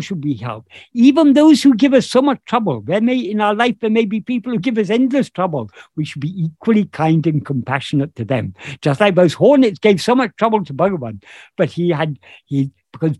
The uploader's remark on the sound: In a Zoom meeting with Ramana Kendra, Delhi, on 11th September 2022